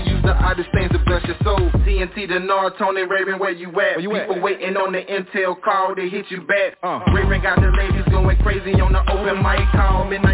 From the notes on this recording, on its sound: TNTSuperfantastic Conference Call